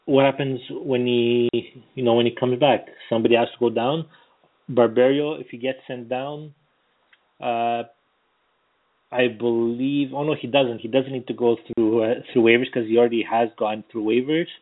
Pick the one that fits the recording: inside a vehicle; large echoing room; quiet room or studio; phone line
phone line